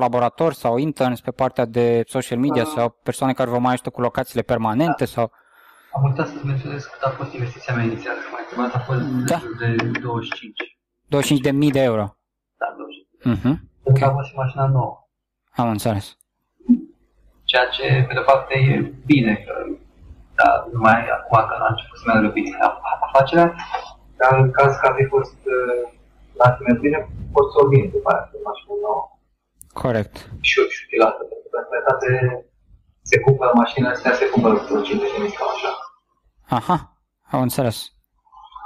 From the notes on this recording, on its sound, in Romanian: Editarea audio a fost (inca o data) un cosmar; serviciul care m-a salvat a fost Auphonic, pentru a aduce la acelasi nivel cele 2 track-uri audio salvate cu MP3 Skype recorder.